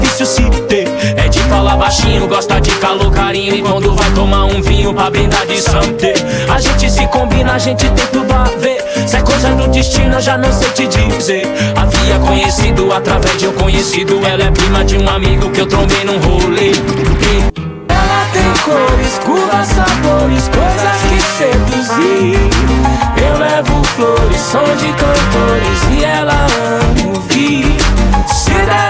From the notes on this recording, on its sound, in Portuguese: Live Set. Tudo ao vivo no sambachaça que rolou alí no Santo Cristo.